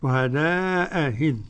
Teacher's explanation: همزتين من كلمتين مختلفتين، الأولى مفتوحة والثانية بالتسهيل